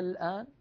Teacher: صار عندي حرف مد بعده حرف ساكن سكونا أصليا وهو لام التعريف، فنشأ ما يسمى بعلم التجويد مد لازم كلمي مخفف